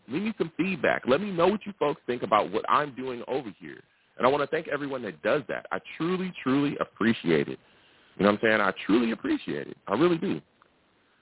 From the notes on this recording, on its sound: I also take live callers!